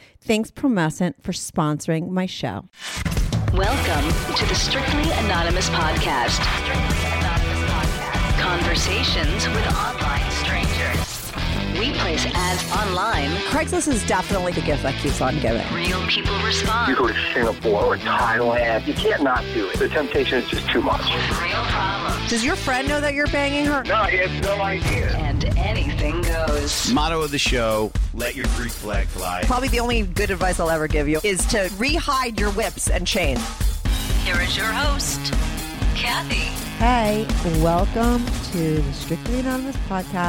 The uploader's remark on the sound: She called in to talk all about it.